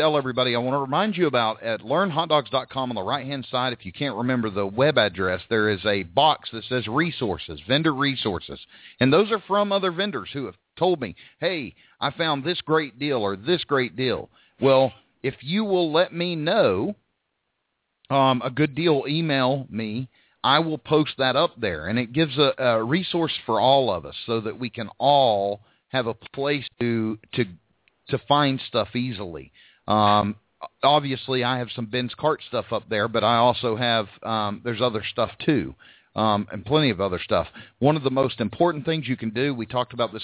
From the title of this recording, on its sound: Live Call In Show